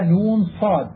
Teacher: تخرج من مخرج الزاي والسين وهو المخرج التاسع من مخارج الفم المذكورة، والصاد حرف قوي لأنه حرف مطبق مستعل فيه صفير وهو مهموس، فيجب على القارئ أن يلفظ بها مفخمة كما يلفظ بها عند تقطيع الحروف.